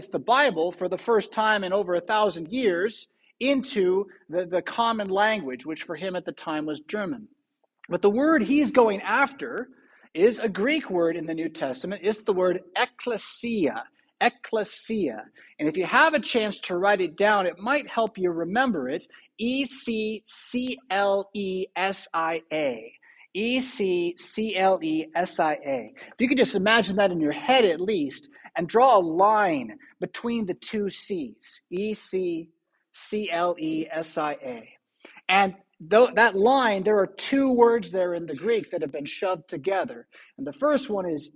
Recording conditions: large echoing room